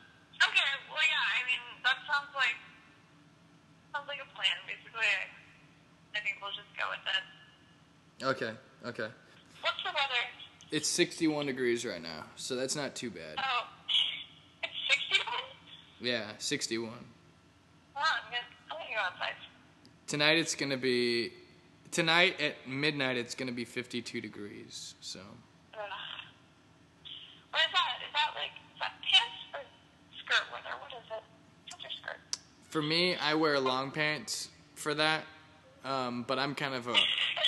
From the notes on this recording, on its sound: special call-in segment